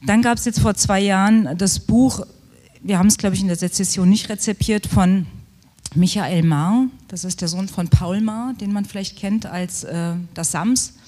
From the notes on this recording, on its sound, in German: Das Literarische Trio auf dem IfS-Sommerfest 2023 in Schnellroda